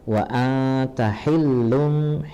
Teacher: wa atahillum hil ditekan, itu ayat kedua